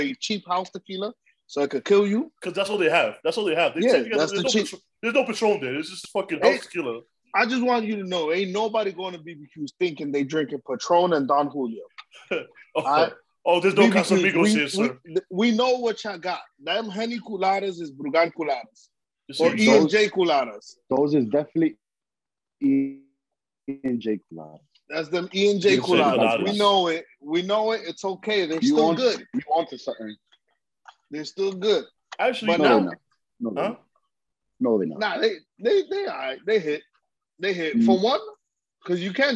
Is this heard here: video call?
yes